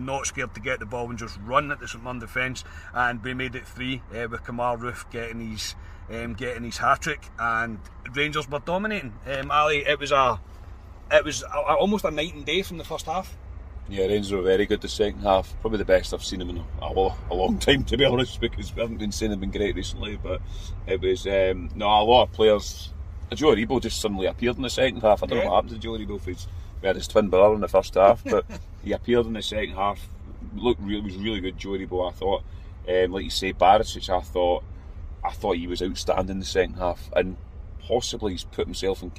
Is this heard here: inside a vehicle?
yes